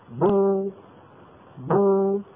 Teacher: بتكون الشفتين ملتصقتين ثم يبتعدان عن بعضهما ويصاحب هذا التباعد انضمام للشفتين إلى الأمام كهيئتهما عند النطق بالواو · Term: باء مضمومة